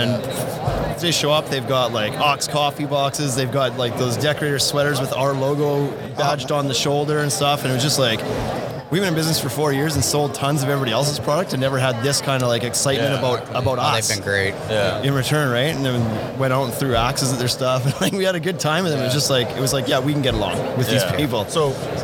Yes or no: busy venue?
yes